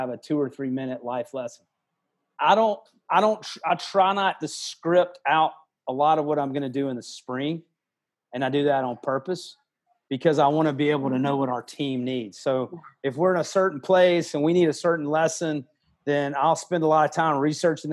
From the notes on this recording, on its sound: Sunday night Zoom call